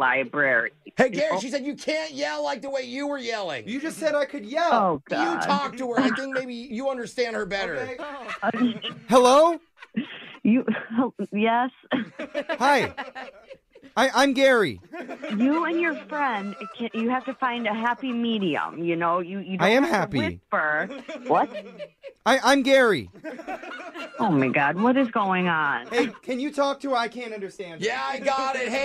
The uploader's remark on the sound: In today’s new Phone Tap, we call a librarian